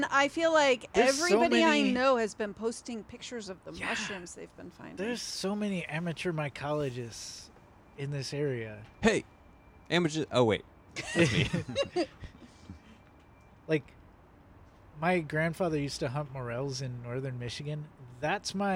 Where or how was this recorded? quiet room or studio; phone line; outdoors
outdoors